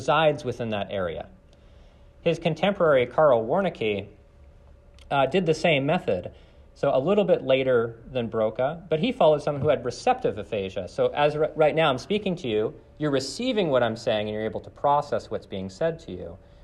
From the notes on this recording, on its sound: This lecture was given on November 28th, 2023, at Johns Hopkins University.